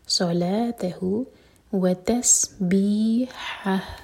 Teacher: بی کے بعد جو ہا ہے یہ حلق سے اور جب رکیں گے تو وہ ہا سینے سے، ہا تو ایک حلق سے اور ایک سینے سے دونوں واضح ہونے چاہیے.